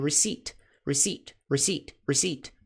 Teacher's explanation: Esse P não é pronunciado, é receipt, receipt, receipt, receipt, ok? O P é como se não existisse na pronúncia.